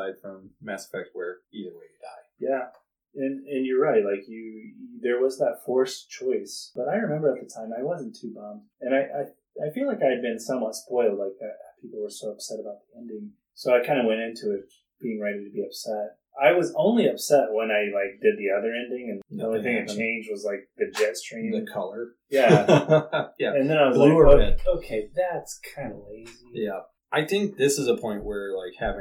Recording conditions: poor sound quality